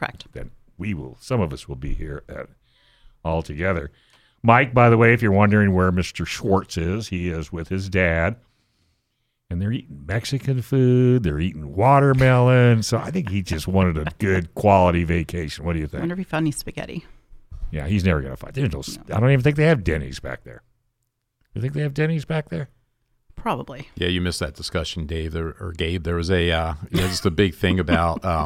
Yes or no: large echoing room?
no